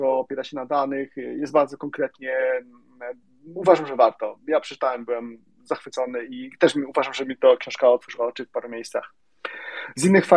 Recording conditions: video call